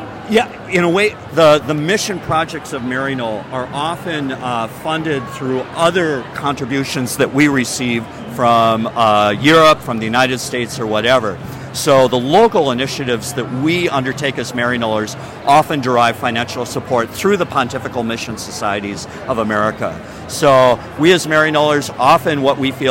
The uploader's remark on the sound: captured live at the National Catholic Youth Conference